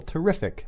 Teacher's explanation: the stress is on the second syllable